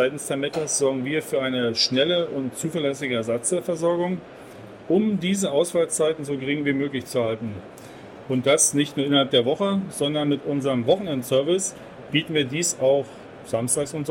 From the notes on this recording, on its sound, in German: LECTURA ist derzeit auf der Messe Agritechnica 2023 und berichtet über Neuigkeiten aus der Welt der Landmaschinen. Live-Gespräch mit Ausstellern.